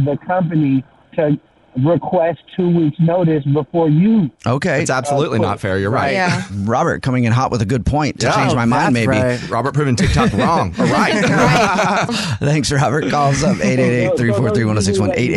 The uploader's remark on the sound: We have a guy on the phone. There is a caller on the phone.